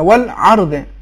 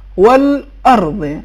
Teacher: حمزے کا تلفظ عین جیسا ہو گیا · Shown in: first take · والارض، جبکہ صحیح تلفظ یہ ہے والارض.